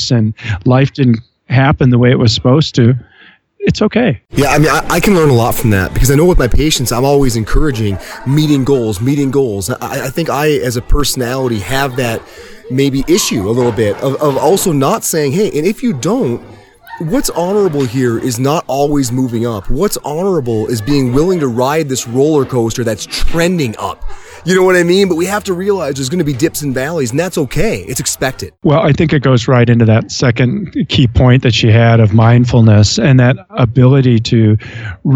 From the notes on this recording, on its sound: on location in Windsor, CO at High Hops Brewery!